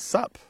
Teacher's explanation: that vowel is a schwa sound, right? Not a long ooh sound.